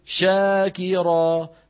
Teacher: ففيها تفشي لكن ليس بوضوح الساكن